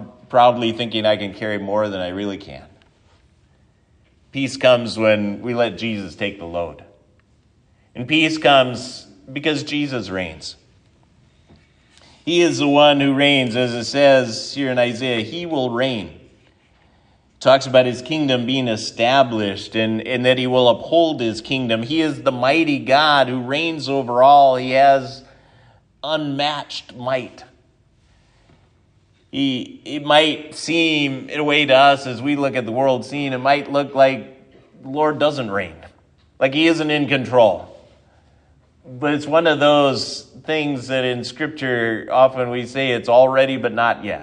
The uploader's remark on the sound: sermon at Triumph Lutheran Church, Ferndale, Washington